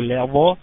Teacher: شوفوا لظى، الله طبعا مرققة لأن اللام احنا قلنا دايما اللام مرققة، الظاء مفخمة وفي أعلى مراتب التفخيم لأنها مفتوحة بعدها ألف